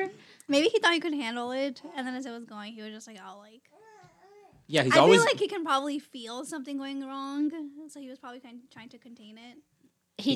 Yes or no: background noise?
no